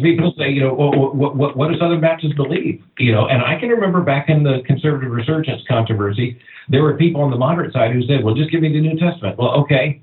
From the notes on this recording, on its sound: Travel schedule and the tech we use to record the audio is not quite up to our normal standards. The dip in audio quality.